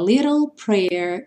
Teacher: O little, o T, vai ter esse som do R, R, R. E o L vai encerrar o som, então, lá no céu da boca, porque o E final não é pronunciado.